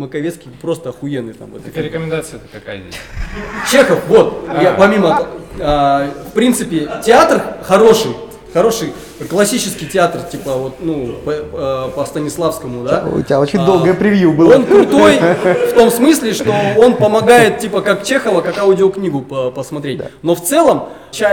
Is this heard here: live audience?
yes